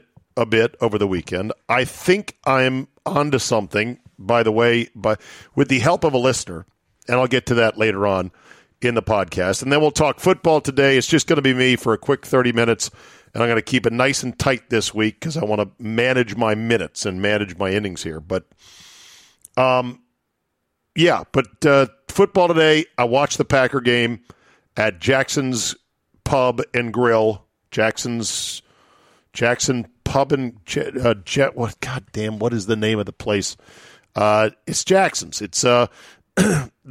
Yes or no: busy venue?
no